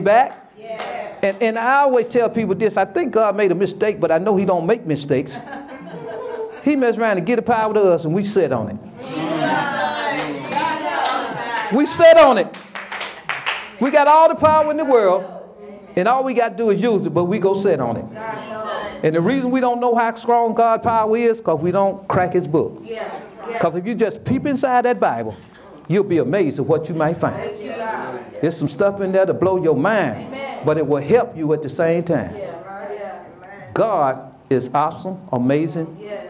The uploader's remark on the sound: Sermon preached from Wesley AME Zion Church.